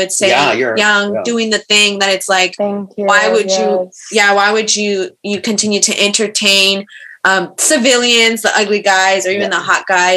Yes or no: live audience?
no